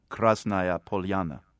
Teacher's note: the stress in the first word is actually on the first syllable, but people often see Russian words that end with A-Y-A and assume that the stress is on the penultimate syllable, but it's not always the case.